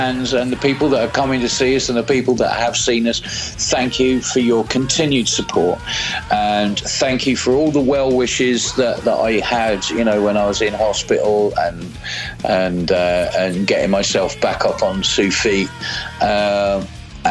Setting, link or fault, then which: link, phone line